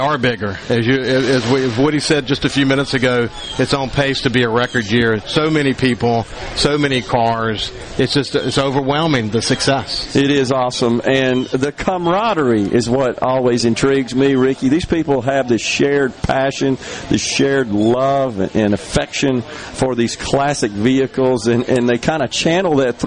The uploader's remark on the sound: LIVE from the Biloxi Town Green for the 26th annual Cruisin' the Coast. He is joined by a variety of guests - from local business leaders to elected officials and everyone in between!